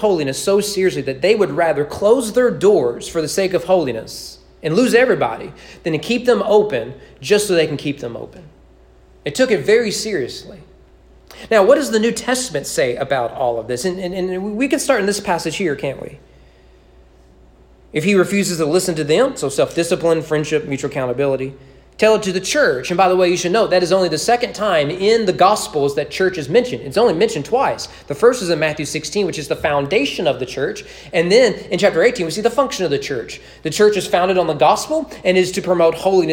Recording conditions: large echoing room